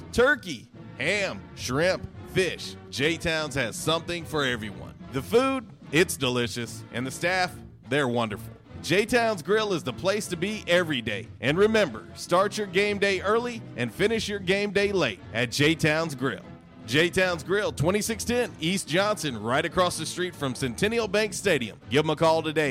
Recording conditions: busy venue